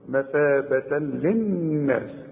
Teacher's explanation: عند الوصل فتحتين وبعدها لام ادغام كامل بدون غنه